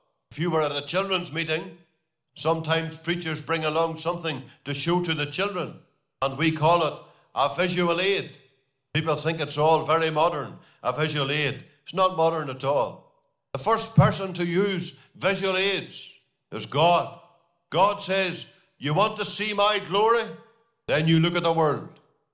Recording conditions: large echoing room